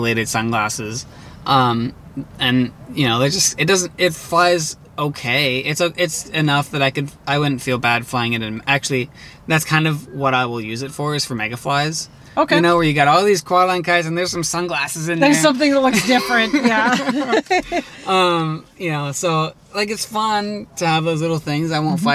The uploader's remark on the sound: While at the Washington State International Kite Festival